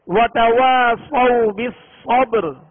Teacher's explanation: را ساکن سے پہلے یا ساکنہ کے علاوہ با ساکن ہے اور اس سے پہلے والے حرف پر زبر ہے، لہذا را کو وقف کی صورت میں پر پڑھیں گے